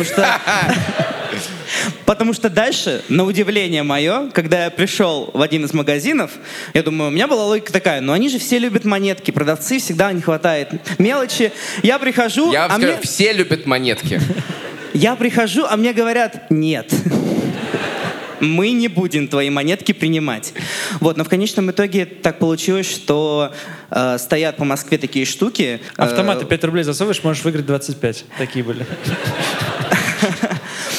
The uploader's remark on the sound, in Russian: Выпуск, записанный на сцене